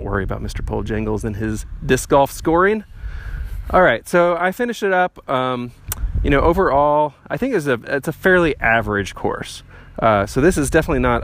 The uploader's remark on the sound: Archer's Park DGC at Clinton Lake State Park. Plays a solo round of Disc Golf at Clinton Lake State Park in the afternoon.